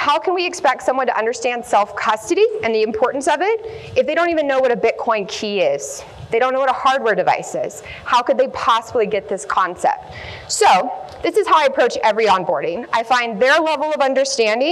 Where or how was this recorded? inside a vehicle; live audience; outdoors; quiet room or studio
live audience